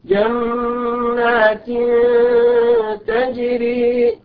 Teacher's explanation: تنوين الكسر أتى بعده حرف التاء، والتاء من حروف الإخفاء، عشان كده أخفينا هذا التنوين